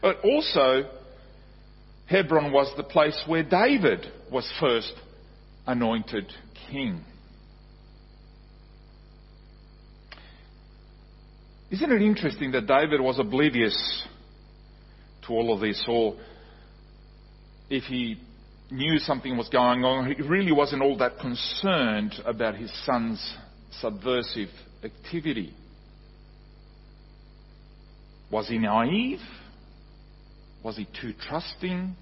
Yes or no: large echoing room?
yes